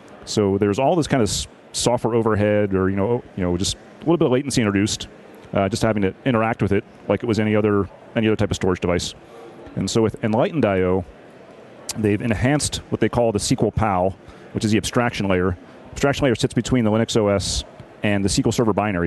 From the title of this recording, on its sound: LIVE from Microsoft Ignite in Orlando Florida